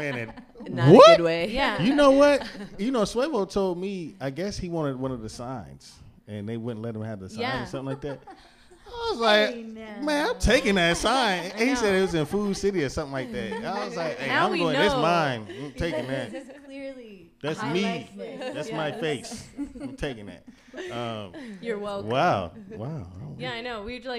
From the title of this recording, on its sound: Live at The Woodshop